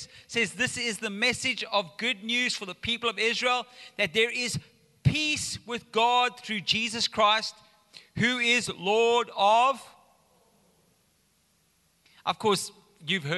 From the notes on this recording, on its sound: Recorded live on Sunday the 18th September 2022.